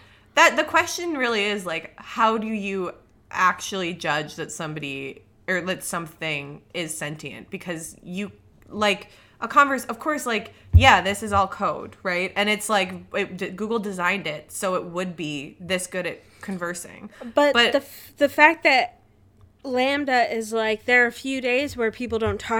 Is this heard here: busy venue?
no